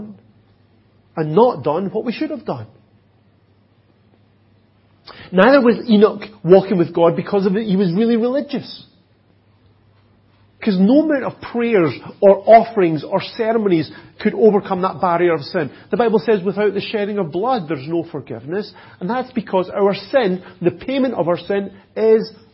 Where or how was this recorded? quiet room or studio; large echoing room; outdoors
large echoing room